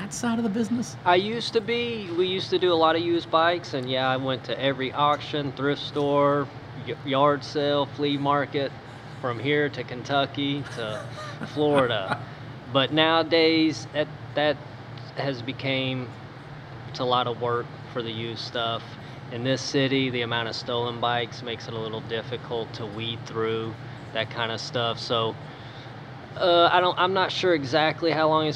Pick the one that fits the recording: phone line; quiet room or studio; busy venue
busy venue